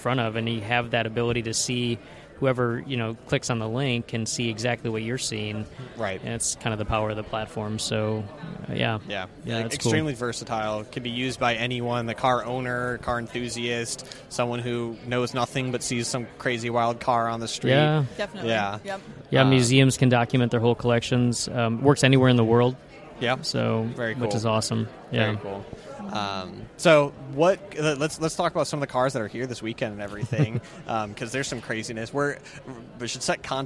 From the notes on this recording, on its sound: Recording from the lobby of the Amelia Island Auction hall